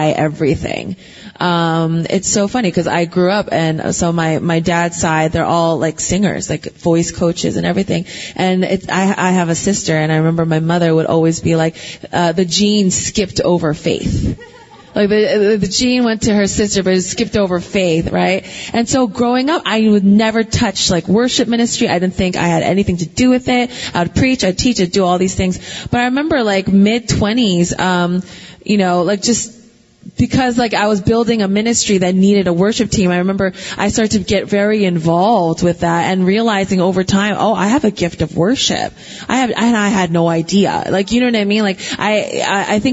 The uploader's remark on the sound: Dive into a live Q&A session. This podcast is one of several workshops from Exponential’s Global 2023 Conference in Orlando.